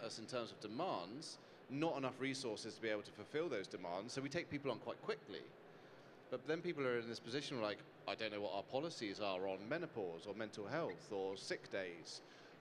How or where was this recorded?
busy venue